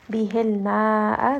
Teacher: This is mad wajib muttasil because the mad and the hamza are within that same word. So this is a four-count mad.